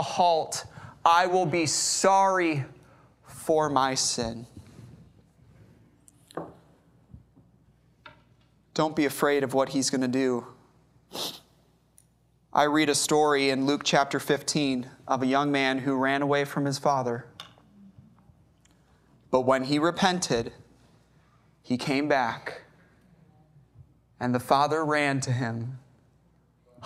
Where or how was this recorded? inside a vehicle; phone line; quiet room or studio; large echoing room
large echoing room